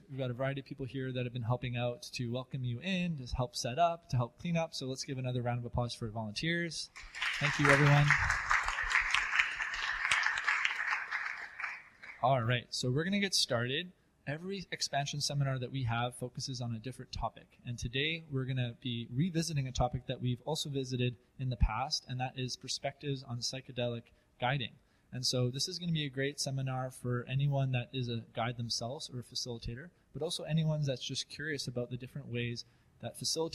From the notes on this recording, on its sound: This is a special pre-recorded episode from one of our live Expansion Seminars in Vancouver.